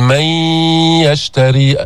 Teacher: ما قلت من يشتري، ما عم نلفظ نون، عم نقول من يشتري. ألا تسمع صوتا يخرج من الخيشوم؟ · Term: الغنة